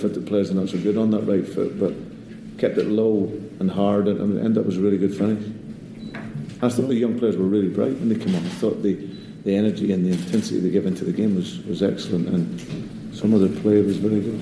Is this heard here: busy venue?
yes